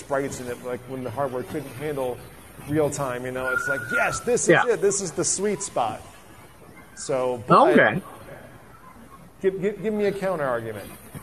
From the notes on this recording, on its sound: discuss their opinions with each other and the No Brand Con audience